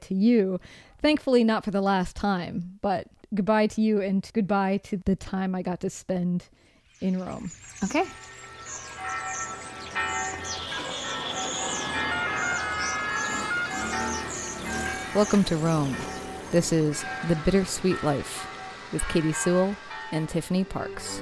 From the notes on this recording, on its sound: walking the streets of Trastevere at dawn